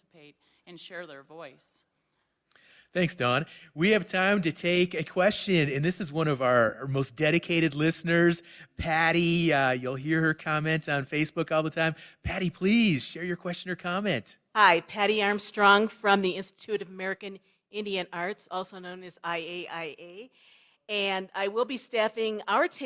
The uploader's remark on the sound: Live from the Santa Fe Indian Market.